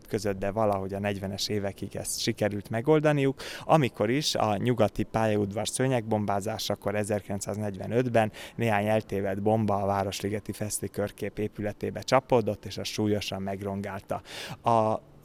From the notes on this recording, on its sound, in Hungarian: A beszélgetést a kiállítótérben rögzítettük, a háttérben hallható zene és zajok is bizonyítják.